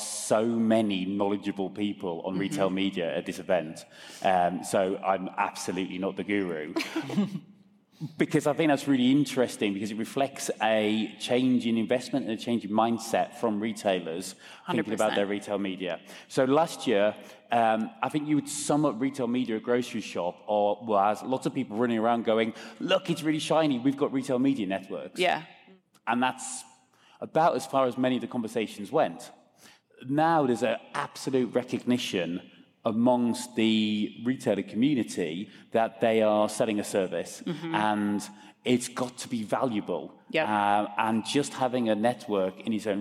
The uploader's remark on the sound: Groceryshop 2023 Recap Live From Las Vegas